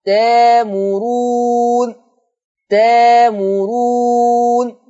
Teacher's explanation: تأمرون همزة ساكنة هتبدل بألف مادية فتقرأ تامرون